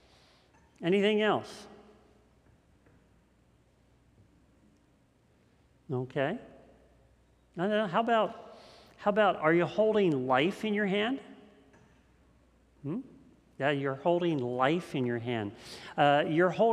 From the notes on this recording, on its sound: This message was first preached on August 15th 2021 at Linglestown Life Church in Harrisburg PA.